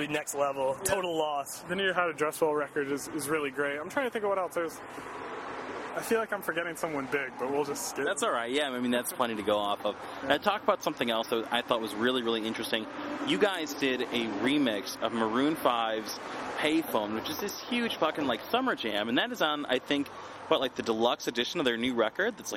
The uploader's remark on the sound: In an interview recorded onsite at their recent Empty Bottle show.